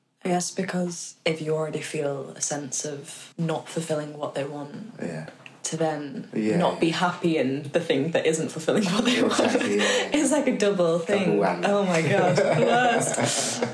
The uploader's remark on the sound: This podcast episode was recorded using an iPhone, so unfortunately the audio quality is not as high fidelity as other episodes.